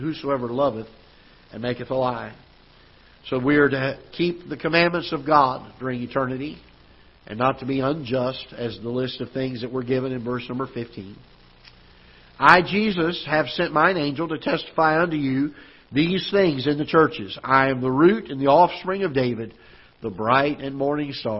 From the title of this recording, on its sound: Ketha Heights Baptist Church ~ Live Broadcast